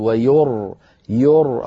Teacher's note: الراء ساكنة قبلها مضموم أيضا مفخمة